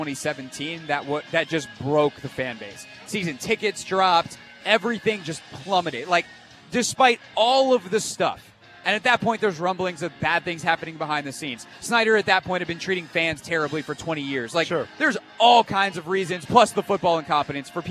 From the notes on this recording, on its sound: Audacy Sports hosted the biggest party in the DMV to celebrate the sale of the Commanders from Dan Snyder to Josh Harris! Hosted his radio show live from the event.